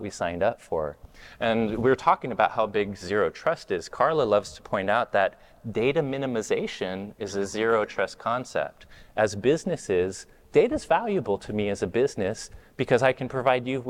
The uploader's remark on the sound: This week’s podcast comes from the WatchGuard Apogee partner conference for the Americas.